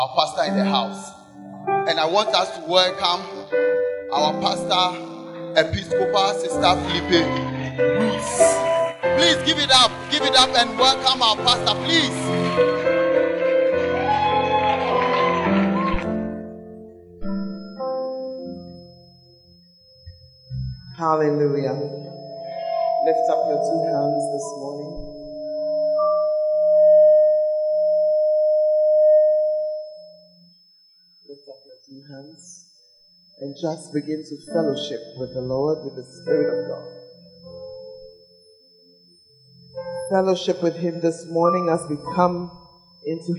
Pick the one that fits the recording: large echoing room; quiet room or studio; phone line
large echoing room